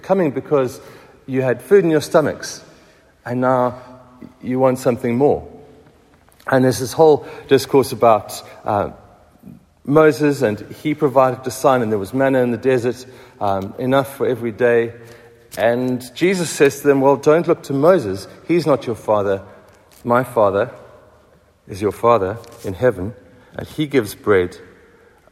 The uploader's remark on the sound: Recorded at the 7:45am Sunday service on 26th February 2023